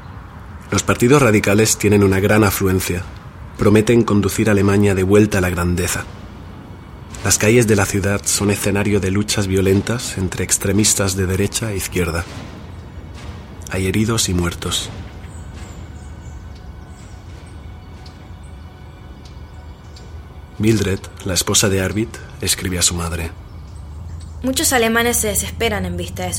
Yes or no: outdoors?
yes